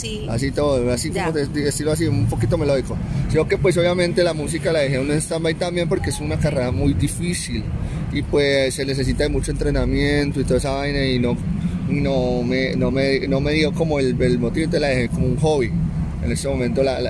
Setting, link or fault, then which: setting, outdoors